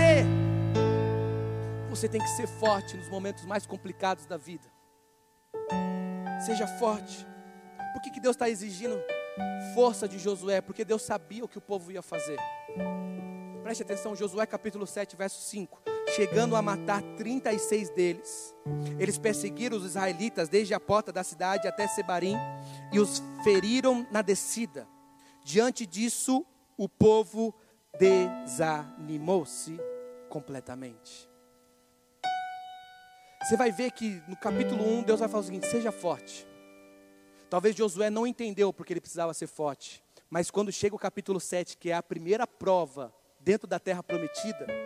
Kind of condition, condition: setting, large echoing room